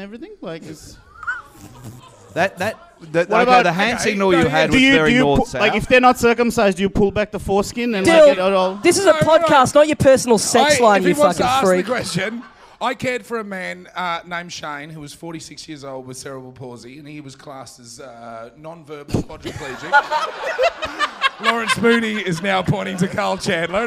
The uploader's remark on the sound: Recorded LIVE at the European Bier Cafe.